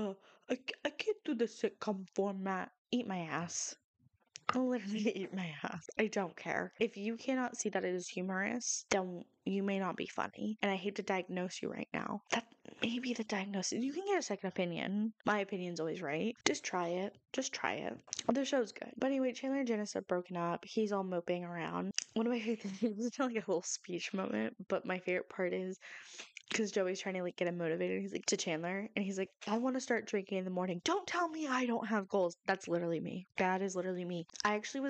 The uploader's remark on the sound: Audio quality is lacking in this episode because I got a new mic after my old one DIED on me. It has its quirks and I need to do a little more research into vamping the quality, but it will be fixed for future recordings.